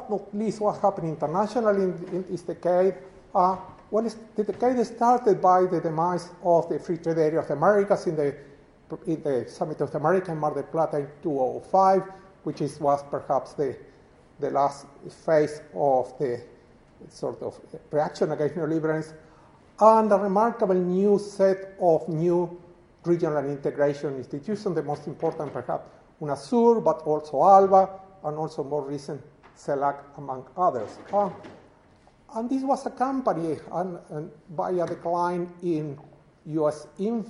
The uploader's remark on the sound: This is the closing lecture to the First UCL Americas International Post-graduate Conference. Organized by UCL Americas Research Network.